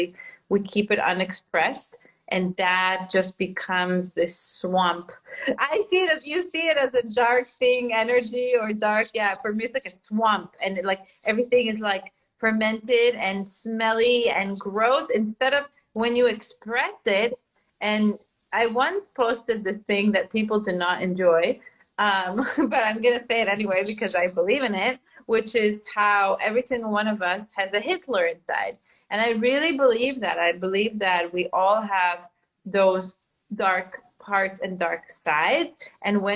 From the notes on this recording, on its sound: This is an IG Live turned into Podcast Episode.